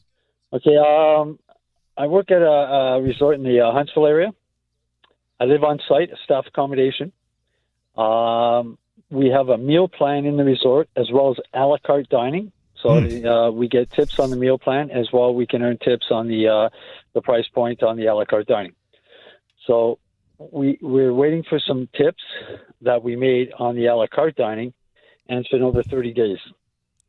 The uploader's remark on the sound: answers all of your questions in addition to your phone calls